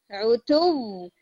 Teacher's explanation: پہلے واو میں نا نیزل ساؤنڈ نہیں ہے، عتوم، اور پھر جب آپ سیکنڈ ٹائم اس کو جوائن کریں گے تو آپ نے پھر نیزل ساؤنڈ دینی ہے، عتوم و نفور، اس طرح سے.